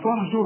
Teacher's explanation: شوف الراء هنا بقى فخمناه، طب ليه فخمناه، قبلها مضموم